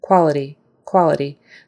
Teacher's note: That T in there is going to be kind of a stop, tap sound. So somewhere in between a T and a D, it's not quite a D, it's not quite a T.